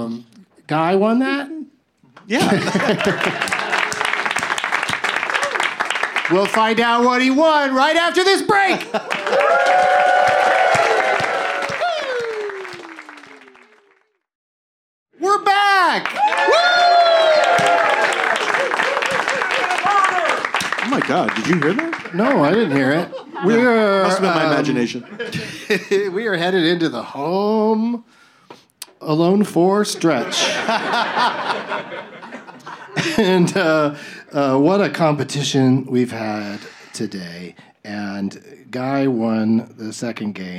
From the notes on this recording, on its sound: Live from the Dynasty Typewriter